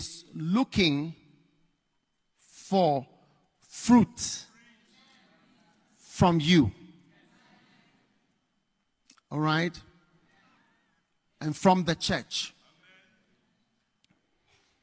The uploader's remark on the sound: Preached at the Action Conference 2023, Zimbabwe.